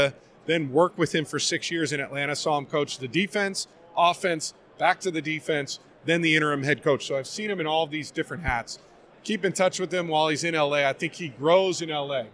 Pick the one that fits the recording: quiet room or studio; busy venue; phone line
busy venue